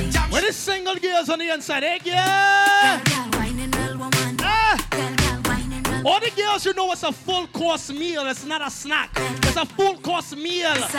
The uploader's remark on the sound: Live at Carnival Tuesdays - Privé in Brooklyn. Live at Carnival Tuesdays - Privé in Brooklyn.